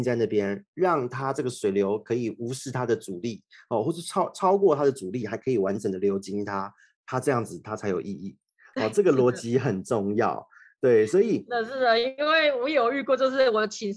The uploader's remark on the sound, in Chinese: 只是音質的部分因為我們合體錄音都用Zoom。所以多少有點卡卡。